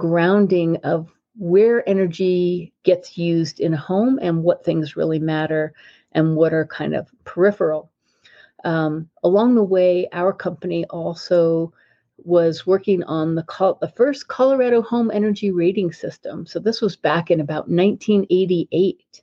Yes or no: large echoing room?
no